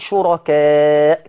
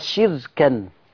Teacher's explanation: ورش هيكسر الشين ويسكن الراء وينون الكاف، وما عندوش همزة · Shown in: second take · لا عنده همزة ولا عنده بقى مد. · حفص كان بيقول شركاء كان مد متصل، لكن عند ورش حذف الهمزة وهيكسر الشين ويسكن الراء تبقى شركا.